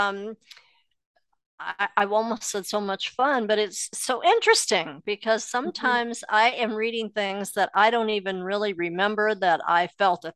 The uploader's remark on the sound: Now we have the recording from that third installment of our Sidetracked Legacies Membership Kickoff/Workshop/Hoopla.